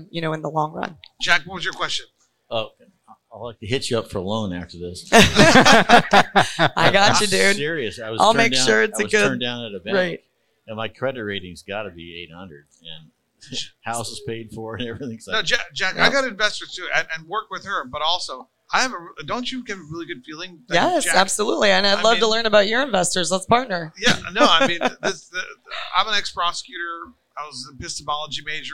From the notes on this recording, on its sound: Recorded at MJUnpacked NYC